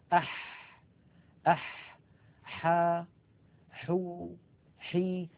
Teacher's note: الحاء أيضا يا إخوة من وسط الحلق